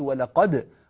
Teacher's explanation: ولقد قد انتقلت من قف إلى تاء على طول، لا يوجد أثر للدال أبدا، لا يظهر أثرها إلا عند الوقف عليها، لو قلت ولقد ووقفت خلاص تعود الدال ظاهرة كما هي، لكن وصلت ولقد تركناها، لأن هذا أسهل.